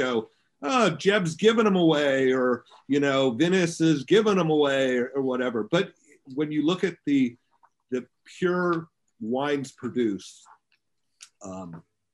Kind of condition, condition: link, video call